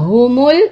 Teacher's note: this ha is from the chest, from the bottom part of your throat actually.